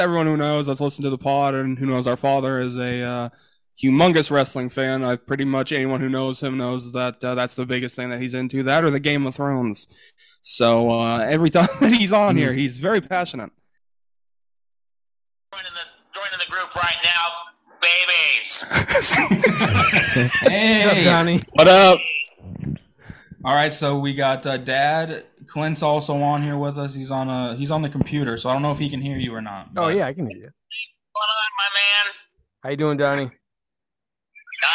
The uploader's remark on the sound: We take a phone call from our dad to get his thoughts!